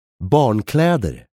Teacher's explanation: Did you notice how you stressed the two syllables in the compound word for children's clothes? · Term: two stressed syllables